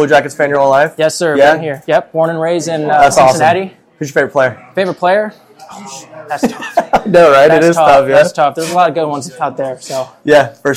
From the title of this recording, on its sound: LIVE FROM NATIONWIDE ARENA